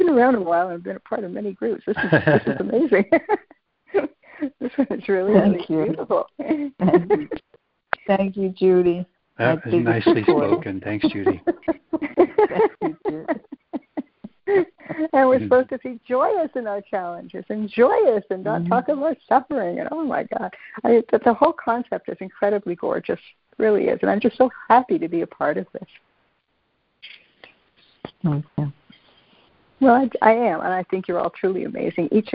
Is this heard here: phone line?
yes